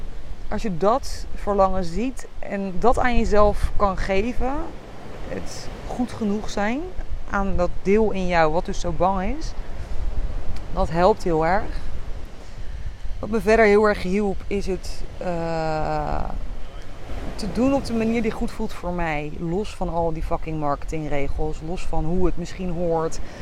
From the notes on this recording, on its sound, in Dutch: opgenomen op het strand in Koh Phangan Thailand